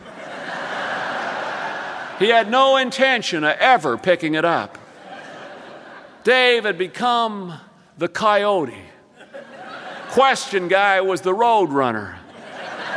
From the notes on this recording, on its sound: recorded live in concert